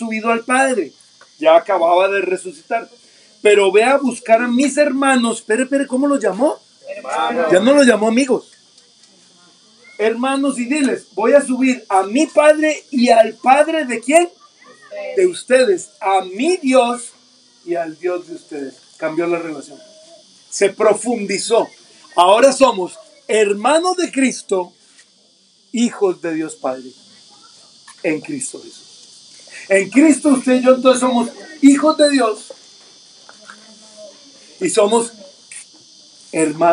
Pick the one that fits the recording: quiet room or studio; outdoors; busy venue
outdoors